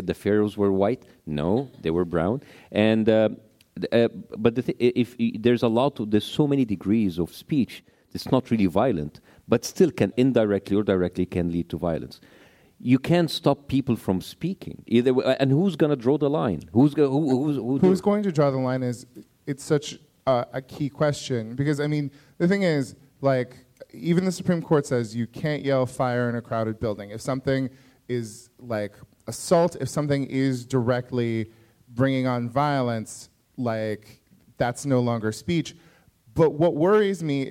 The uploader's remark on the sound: A Live Podcast